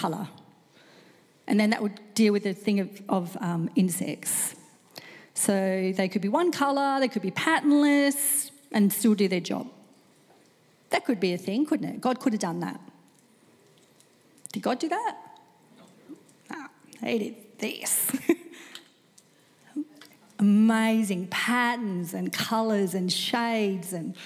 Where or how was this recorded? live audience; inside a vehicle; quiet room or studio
live audience